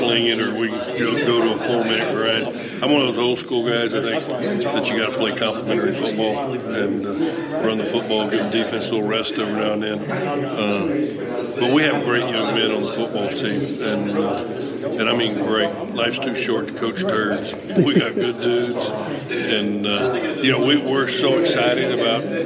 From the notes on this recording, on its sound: 2022 Southland Media Day. Live at the Southland Conference Media Day!